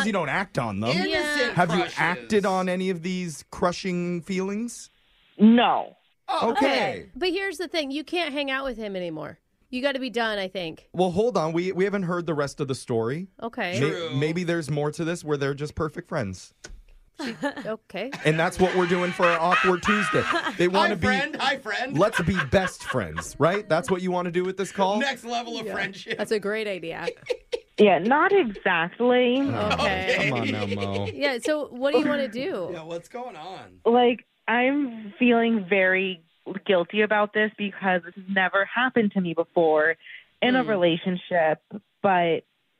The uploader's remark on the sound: Awkward Tuesday Phone Call